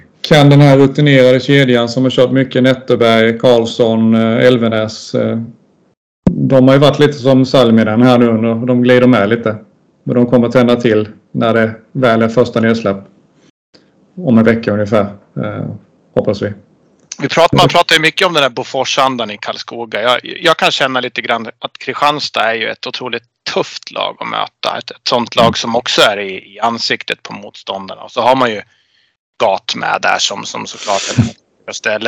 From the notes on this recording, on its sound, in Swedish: Vi ber om ursäkt för dålig ljudkvalitet.